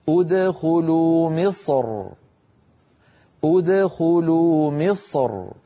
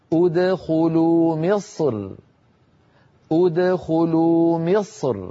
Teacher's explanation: سأقرأ لكم مصر مفخمة ومرققة وكذلك القطر، عند التفخيم هكذا أدخلوا مصر، أدخلوا مصر، وعند الترقيق أدخلوا مصر، أدخلوا مصر، فيفخم المتكلم الصاد ثم مباشرة يرقق الراء من غير تكلف · Shown in: second take